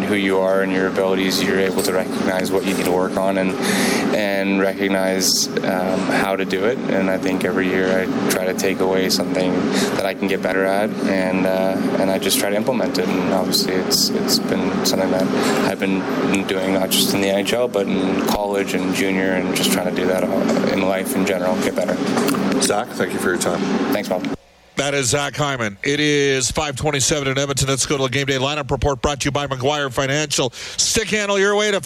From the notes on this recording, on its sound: Opens the show from Vegas. Live from T-Mobile Arena.